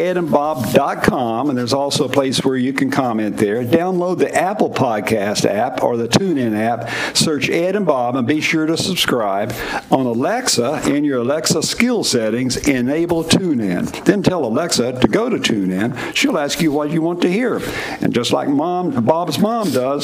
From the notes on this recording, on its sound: LIVE from the Bristol Motor Speedway!